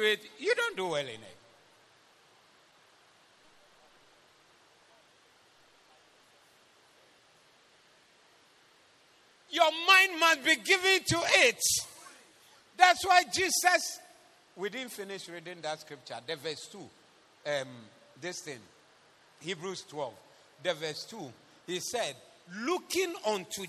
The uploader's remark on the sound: Preached at the Zeloo Service 16072023.